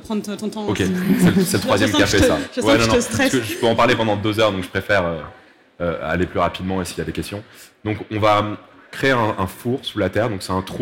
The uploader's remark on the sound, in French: sur la Scène Liquide, Omnivore Food Festival 2021